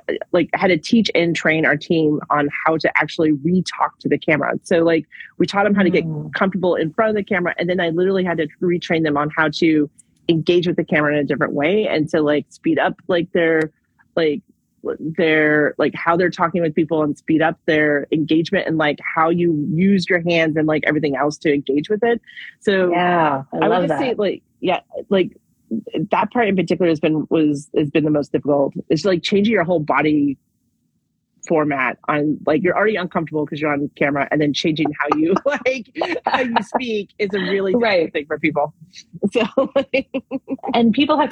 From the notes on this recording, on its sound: Original IG Live broadcast